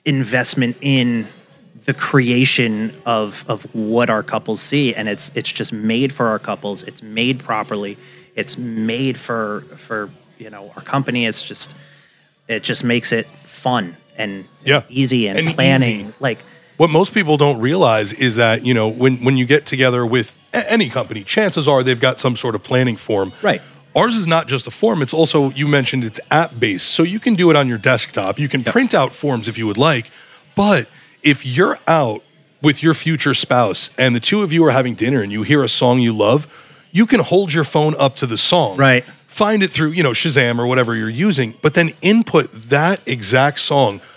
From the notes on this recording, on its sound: live recording taken from the all new EMG Podcast Studio during the HQ Grand Opening Event September 27, 2023